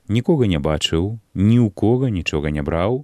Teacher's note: Словы «ніхто» і «нішто» ў родным і давальным склонах маюць націскныя склады «ко» і «чо».